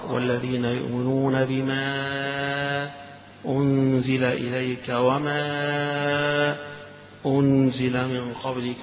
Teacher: في وصل حمزة له وجه أنه يسكت على هذا الهمز · Term: السكت